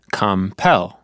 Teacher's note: two syllables, and the second one has the stress · Term: main stress